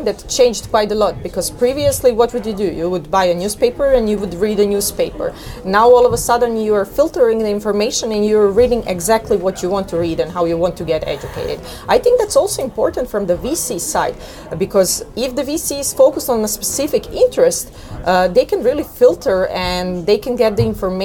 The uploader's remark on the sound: Interview at Web Summit 2022